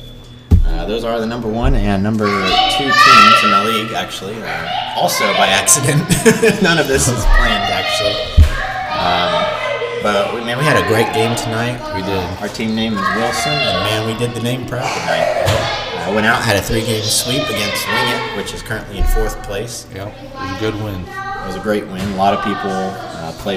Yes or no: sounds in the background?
yes